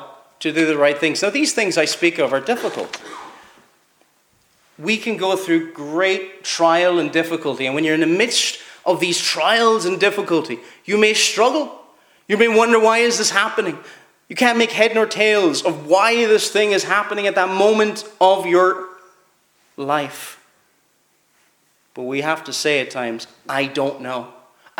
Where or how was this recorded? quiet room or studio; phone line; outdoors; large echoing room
large echoing room